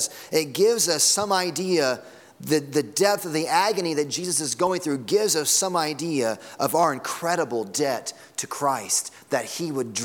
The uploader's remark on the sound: Sunday Morning Sermon Audio.